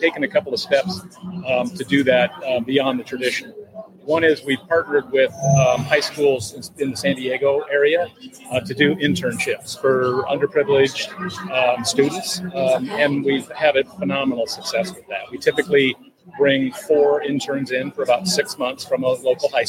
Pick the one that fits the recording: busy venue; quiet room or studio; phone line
busy venue